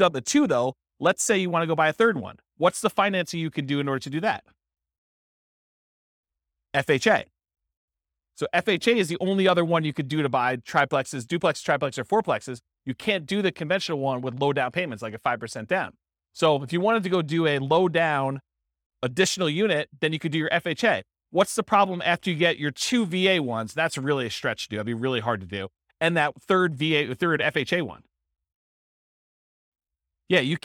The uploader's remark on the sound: This was a live class recorded